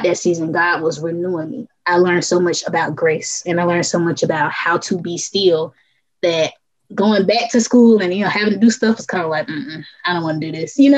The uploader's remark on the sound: This episode was recorded with Zoom, so if the audio sounds funky, weird, or lags- that's what it is. Your host edited the episode to the best of her ability, but some things with Zoom just don't change.